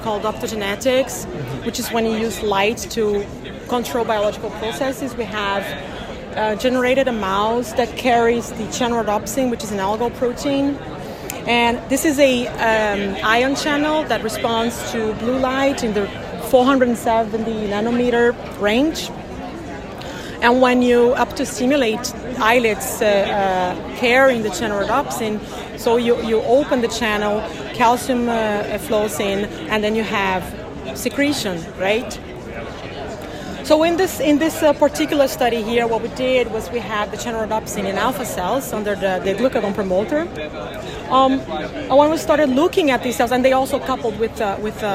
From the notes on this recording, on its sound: recorded during the ADA 2023 Conference